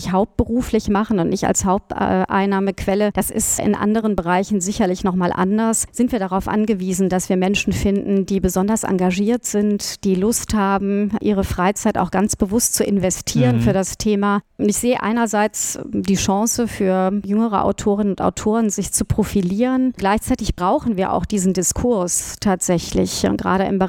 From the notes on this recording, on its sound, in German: In dieser Folge von Irgendwas mit Recht hört ihr re-live vom Legal Hackathon Cologne 2023 bei Ebner Stolz